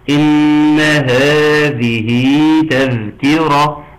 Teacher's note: إن نون مشددة تغني مقدار حركتين · هذه صلة صغرى تمد مقدار حركتين